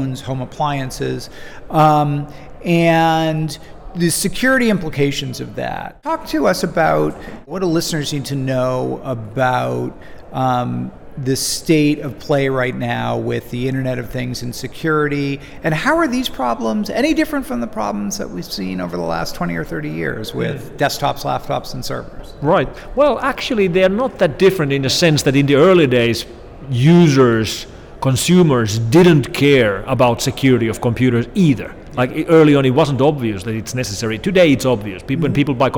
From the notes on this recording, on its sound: On the sidelines of the DEF CON Conference in Las Vegas.